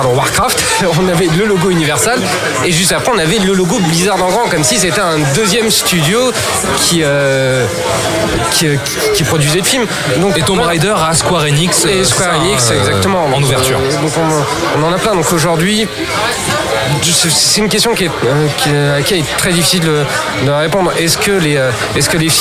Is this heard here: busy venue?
yes